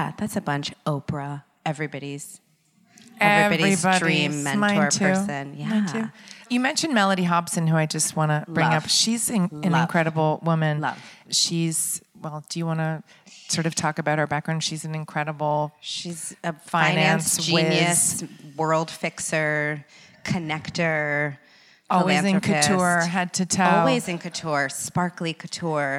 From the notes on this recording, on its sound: In front of a live audience.